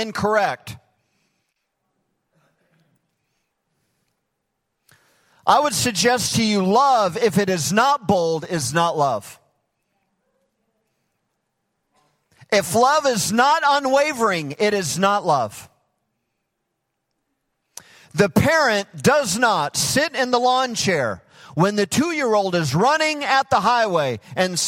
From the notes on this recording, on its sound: Recorded live at Hope Church in Springfield, Mo.